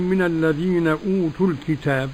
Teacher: قرأ ورش بالقصر حركتين، والتوسط 4 حركات، والمد 6 حركات · Term: مد بدل